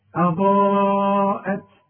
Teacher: الهمزة مرققة انما الضاد مفخمة